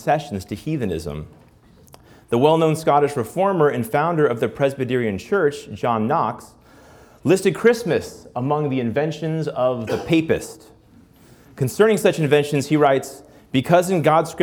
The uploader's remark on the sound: This Principles Live Lecture was broadcast from our annual Christmas at Christendom event. This Principles Live Lecture was broadcast from our annual Christmas at Christendom event for our President's Council benefactors.